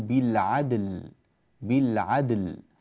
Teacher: ولا نميل القلقلة إلى الكسر · على قوله تعالى بالعدل كما نرى لا بد من التنبه إلى إعطاء الحرف الأول وهو الدال حقه من النطق والقلقلة، وإعطاء اللام أيضا عند الوقف عليها حقها في سكونها من